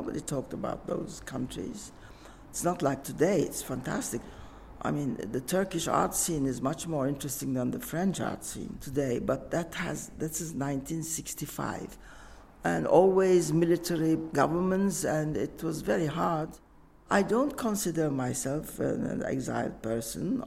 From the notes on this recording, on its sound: This episode was recorded at London Gallery Weekend 2023. This episode was recorded at London Gallery Weekend 2023.